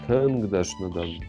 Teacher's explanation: Вот смотрите, вот э, тыңдашныдан, оно произносится слитно, ударение у нас на тынг. получается так.